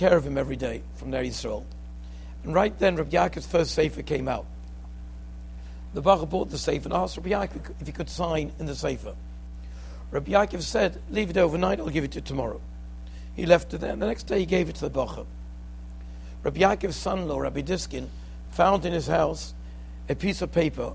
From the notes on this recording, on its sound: Shiur recorded in Yeshivas Ohr Reuven, Monsey, NY.